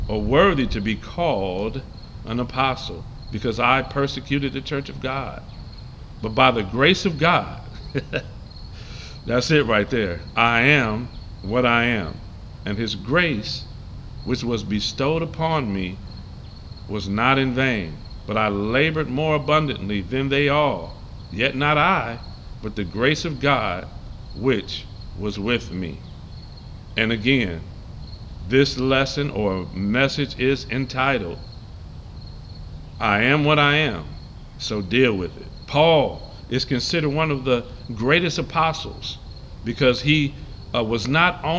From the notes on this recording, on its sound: Live from the Veterans Memorial Park in Saint Clair Shores MI.